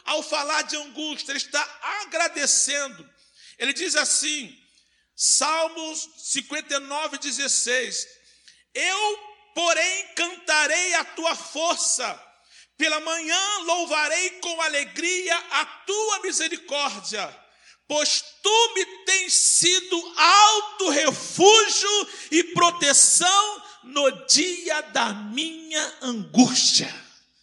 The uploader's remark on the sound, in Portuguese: CULTO AO VIVO